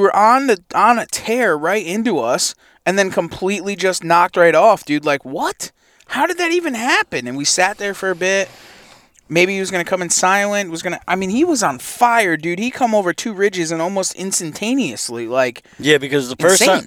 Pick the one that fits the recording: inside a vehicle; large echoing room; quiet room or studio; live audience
inside a vehicle